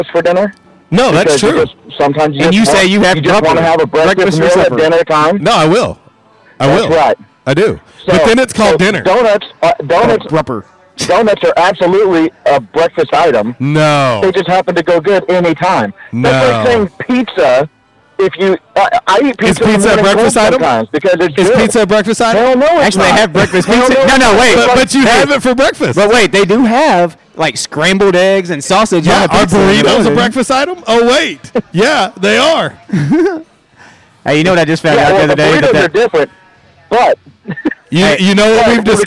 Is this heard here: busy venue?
yes